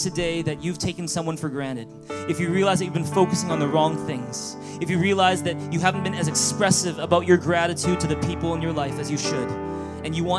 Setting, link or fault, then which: setting, large echoing room